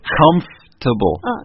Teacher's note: This word, just like vegetable or even family, has an extra vowel in it when you read it, but it doesn't get pronounced.